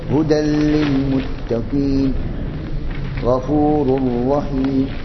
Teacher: الإدغام في اللام والراء لا بغنة